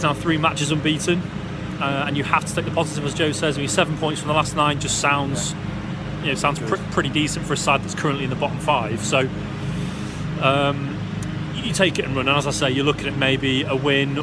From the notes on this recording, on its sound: live from Elland Road